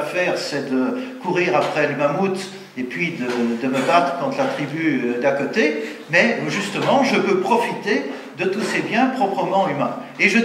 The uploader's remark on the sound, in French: Conférence donnée en août 2014 à l'université d'été Academia Christiana